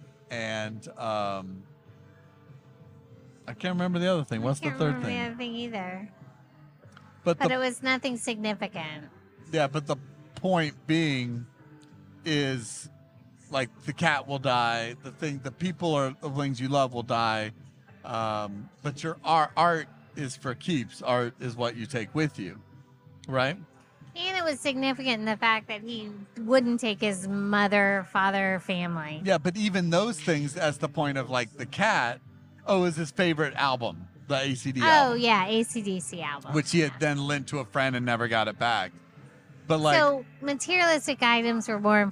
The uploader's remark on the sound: This episode was recorded at Common Dialect Beerworks in Tampa, Florida